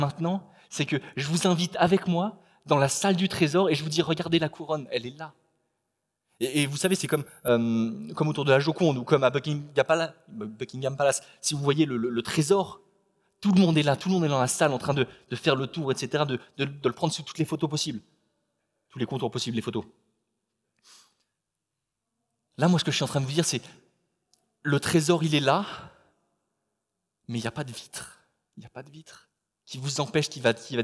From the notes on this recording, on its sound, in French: Enregistré à l'église CVV, le 12/09/2021